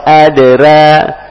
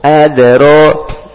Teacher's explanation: Pakai ro huruf tebal. Dan semua huruf tebal dibaca o. · Shown in: second take · Bukan adra.